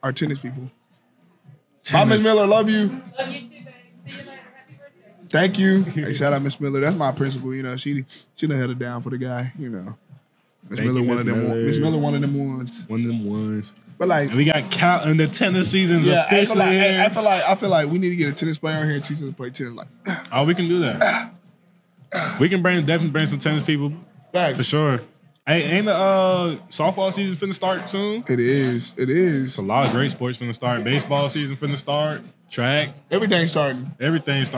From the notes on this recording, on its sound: Recorded at Eskimo Joe's.